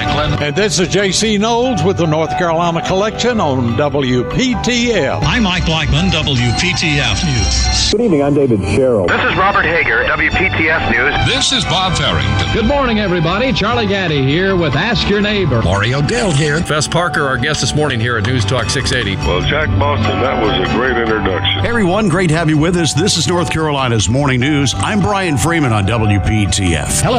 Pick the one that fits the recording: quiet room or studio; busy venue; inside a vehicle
busy venue